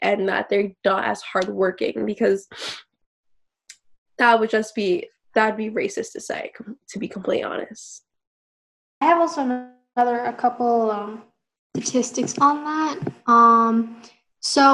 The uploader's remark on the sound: We've been recording through zoom because of the current social distancing situation, so the audio quality is not the best.